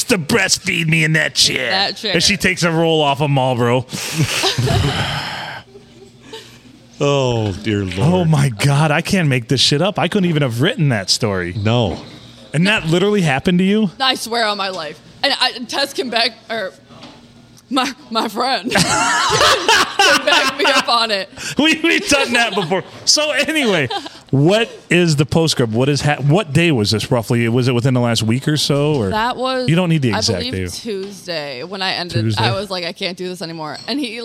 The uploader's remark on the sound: Recorded on a Sunday night. Serving us drinks at The Blue in the 4-69!